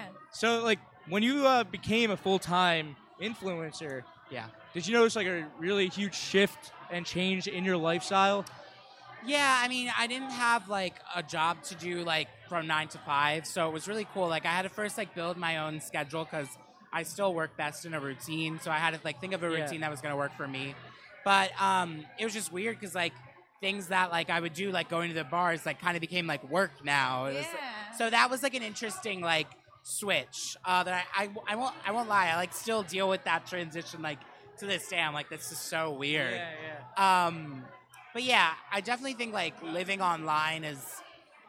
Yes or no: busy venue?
yes